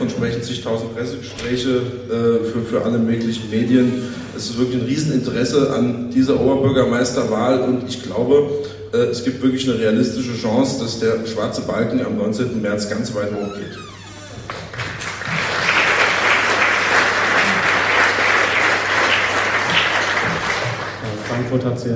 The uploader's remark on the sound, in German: In einer LIVE-Aufzeichnung vor Publikum.